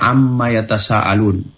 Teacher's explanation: Misalnya amma yatasaalun, ada nun kemudian mim, nunnya dileburkan ke huruf mim dan nunnya tidak terbaca lagi, tapi dileburkan ke huruf mim dengan cara dibaca gunnah musyaddadah.